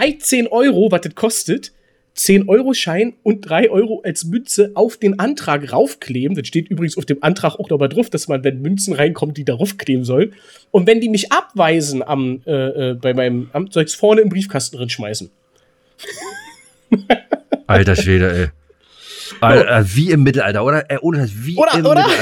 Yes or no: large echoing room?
no